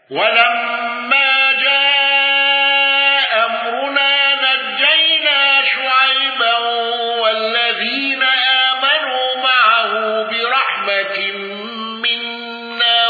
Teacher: أبو عمرو بإسقاط الهمز الأولى مع القصر والإمالة